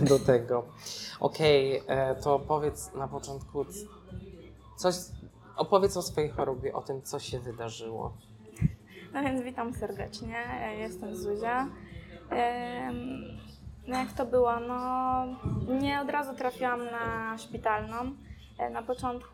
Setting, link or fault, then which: setting, busy venue